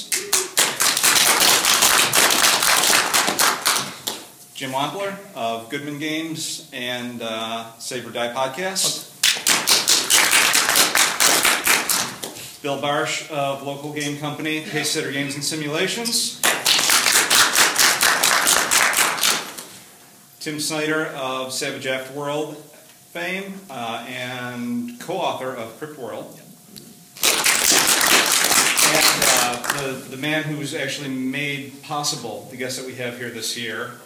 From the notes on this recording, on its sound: For those unable to attend U-Con 2015, we present the OSR Panel Discussion presented there